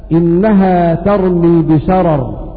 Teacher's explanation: القراء جميعا يرققون الراء الثانية لأنها مكسورة